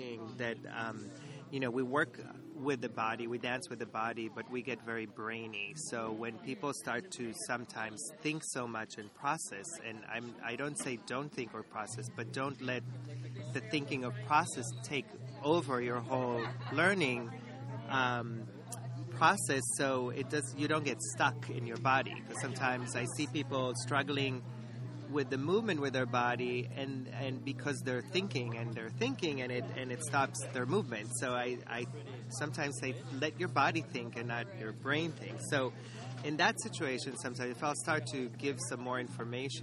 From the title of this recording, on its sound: Interviews from ImPulsTanz – Vienna International Dance Festival